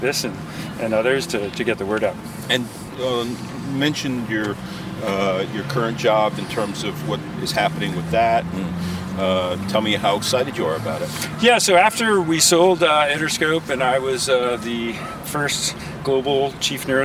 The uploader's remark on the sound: Takin A Walk in the Public Garden in Boston